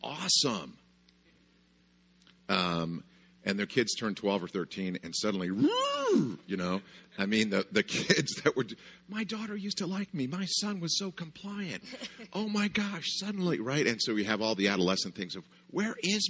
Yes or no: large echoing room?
yes